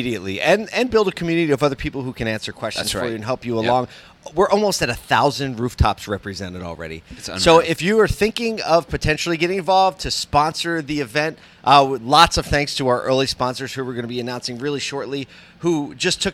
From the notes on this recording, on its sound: Today we’re on location at a Dealer-run charity golf tournament in Atlanta